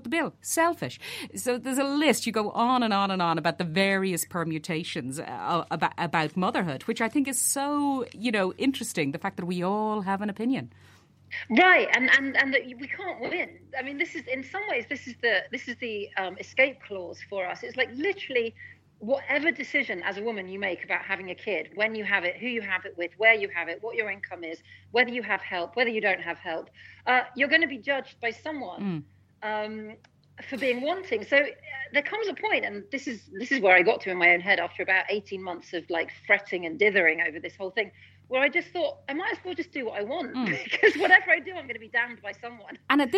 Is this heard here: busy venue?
no